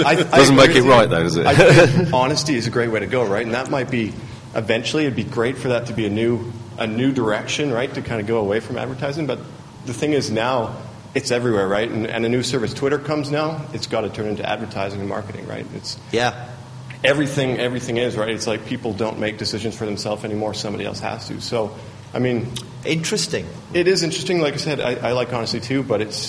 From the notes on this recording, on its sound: we recorded a live special from SXSW in Austin Texas